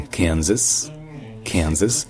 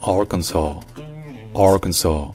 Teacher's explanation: Donc c'est presque pareil, sauf que les voyelles sont un petit peu différentes finalement. Le premier S est prononcé comme un Z dans Kansas, Kansas, alors qu'il est prononcé comme un C dans Arkansas